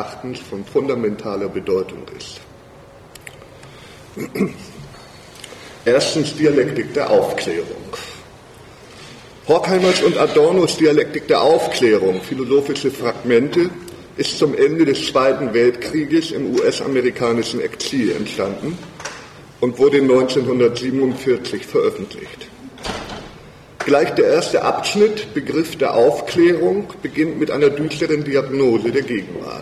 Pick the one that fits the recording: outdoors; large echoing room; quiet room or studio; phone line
large echoing room